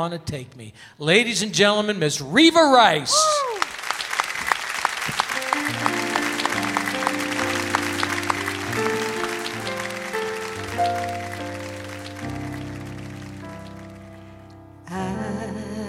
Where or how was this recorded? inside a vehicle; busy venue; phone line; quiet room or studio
busy venue